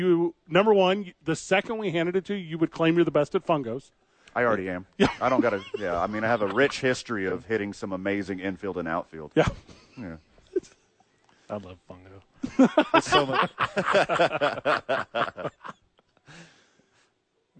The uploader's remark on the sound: live from The Dukes Store.